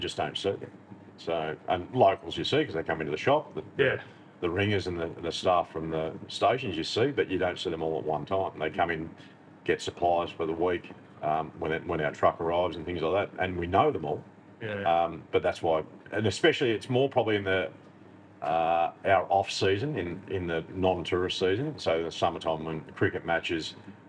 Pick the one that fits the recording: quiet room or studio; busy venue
busy venue